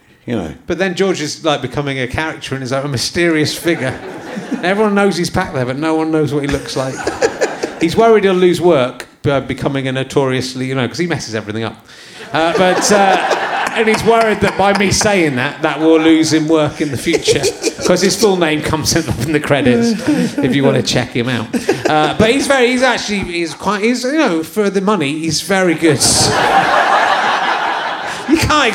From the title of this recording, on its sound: Leicester Square Theatre Podcast